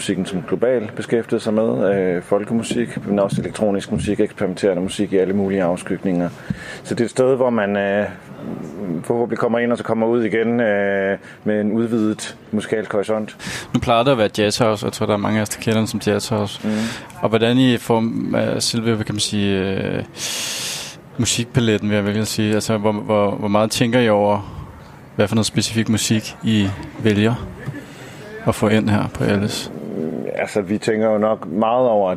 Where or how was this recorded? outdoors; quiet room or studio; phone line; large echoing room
outdoors